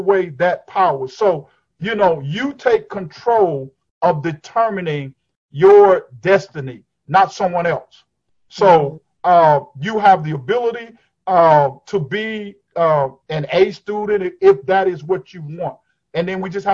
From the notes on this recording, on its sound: over Zoom